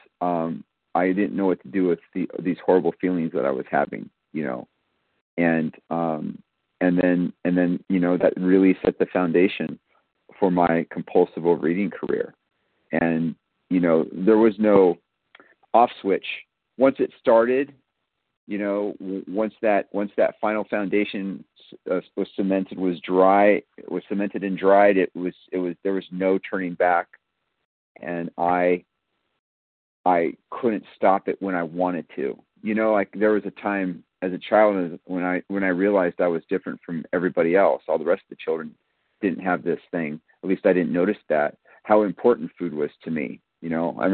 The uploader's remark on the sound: from the 100 Pounders Phone Meeting